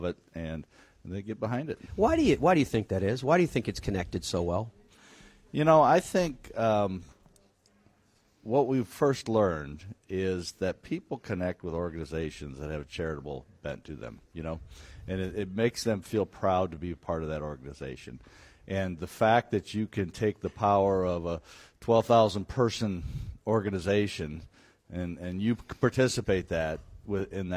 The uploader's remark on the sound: broadcasts live from the beautiful Sea Island resort and the RSM Classic